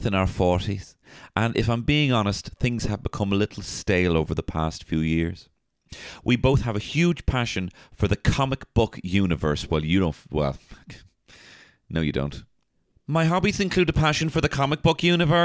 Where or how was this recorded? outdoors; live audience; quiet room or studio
quiet room or studio